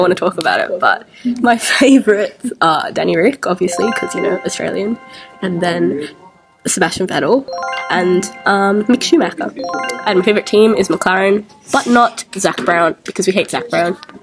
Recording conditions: background noise